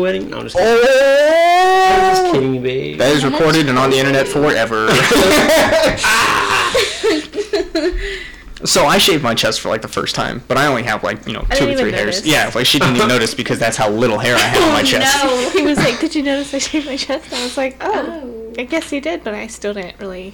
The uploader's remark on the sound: Please forgive the grainy audio as we were all dealing with a new recording software.